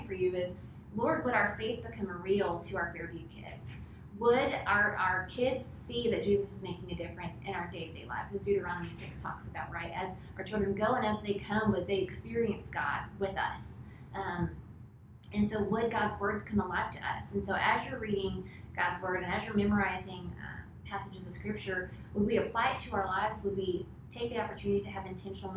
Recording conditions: poor sound quality